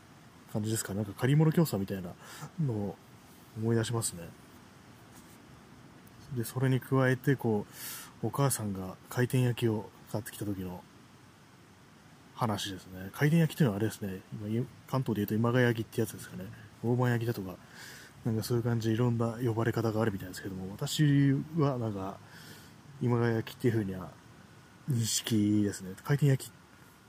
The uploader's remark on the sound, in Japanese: 散歩しながらの録音